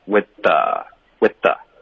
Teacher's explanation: 咬着舌尖后呢，连发到 the 就很方便了 · Term: 咬舌音